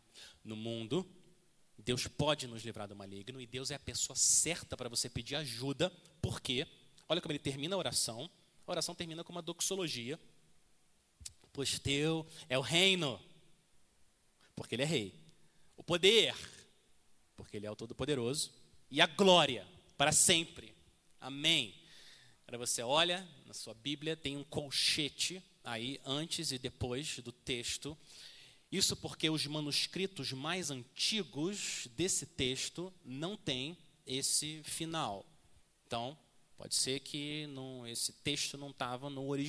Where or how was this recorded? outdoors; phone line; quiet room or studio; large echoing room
large echoing room